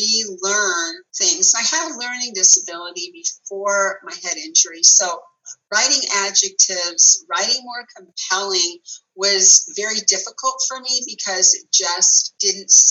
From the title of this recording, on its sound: zoom interview